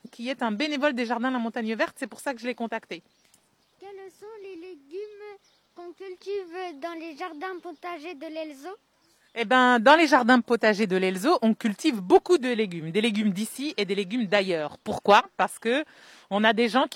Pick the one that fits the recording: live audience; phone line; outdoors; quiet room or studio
outdoors